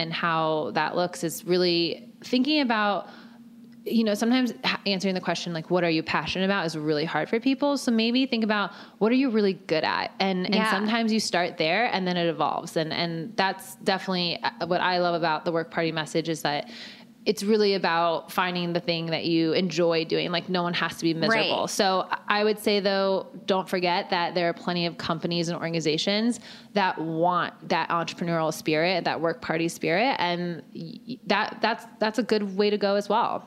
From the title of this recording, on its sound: Live at Create & Cultivate Chicago